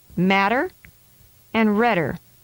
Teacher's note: When the T or D sounds occur in the middle of a word, they become tap sounds. The tongue makes a quick tap on the roof of the mouth.